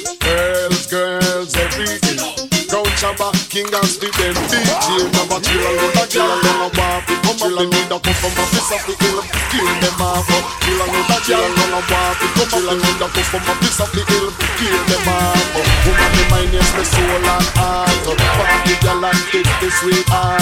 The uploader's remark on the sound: Live From Likkle Shop - Brooklyn, NY. Live DJ set from Likkle Jamaican Dumpling House in Brooklyn!